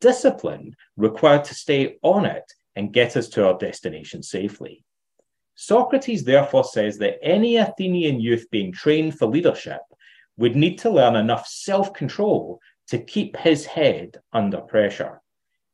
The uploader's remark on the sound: Plato’s Academy Centre virtual conference.